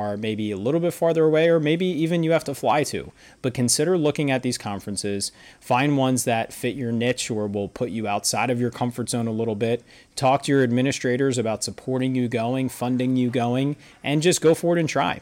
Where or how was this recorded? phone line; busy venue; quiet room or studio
busy venue